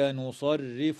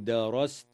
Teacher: ترقق الراء وصلا ووقفا لكسرها في كلمة نصرف، بينما تفخم وصلا ووقفا لفتحها في كلمة درست